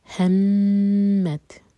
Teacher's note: मीम पर गुन्ना करेंगे, दो सेकेंड्स होल्ड करेंगे और त एम्प्टी है, इसके बाद है तो जिस पर श्रद्धा, सो त और तो मर्ज होंगे, हम सिर्फ तो पढ़ेंगे.